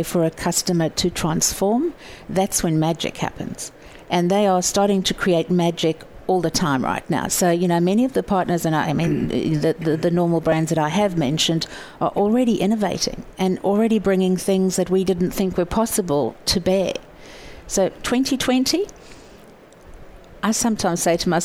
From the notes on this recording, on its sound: wrapping up the Live event with Thought Leader live at SAPPHIRE NOW 2017!